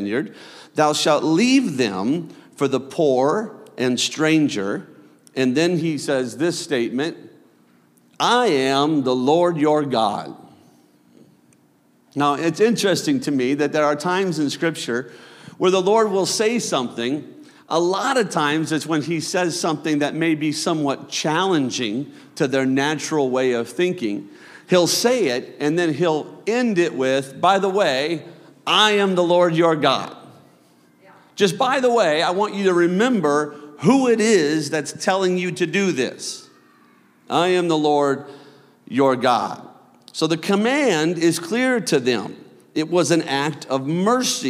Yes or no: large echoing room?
yes